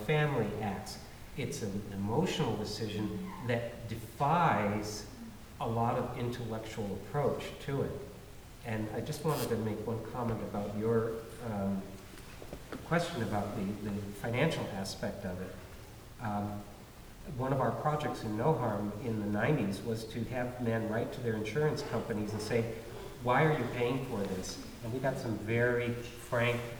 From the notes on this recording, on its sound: This is a recording of the panel discussion and Q&A from the Vancouver, British Columbia screening of Cut. The screening took place at the Roundhouse Community Center.